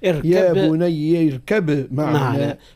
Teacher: قرأوا بالإظهار اركب يا بني اركب معنا بإظهار الباء مش اركب معنا.